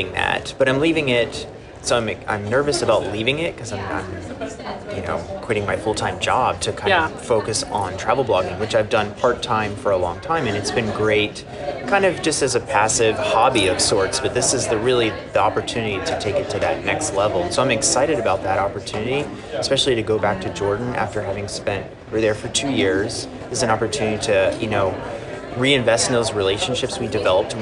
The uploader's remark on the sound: from the conference halls of TravelCon 2018 in Austin, TX